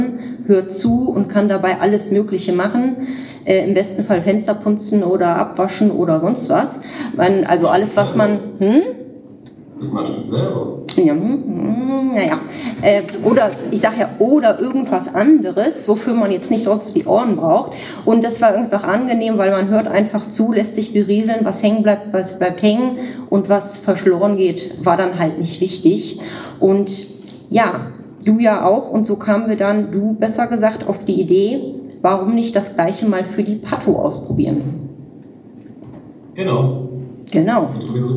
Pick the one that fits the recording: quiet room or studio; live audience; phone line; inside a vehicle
live audience